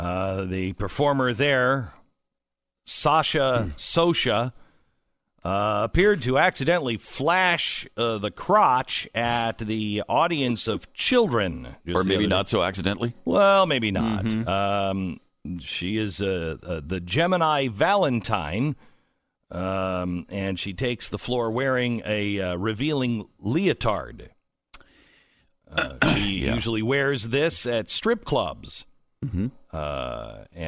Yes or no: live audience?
no